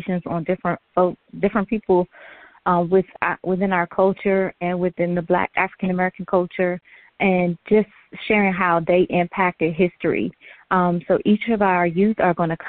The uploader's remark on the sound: Conference Call